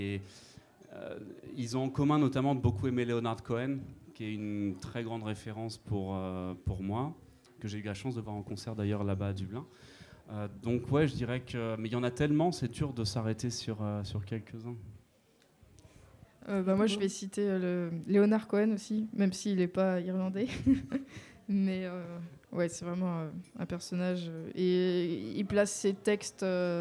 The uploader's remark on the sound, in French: Épisode tourné en public à la Corniche, bar de vie et scène ouverte sur Lyon Croix Rousse.